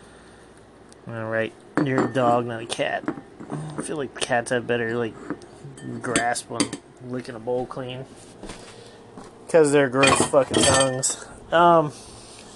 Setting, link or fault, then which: fault, sounds in the background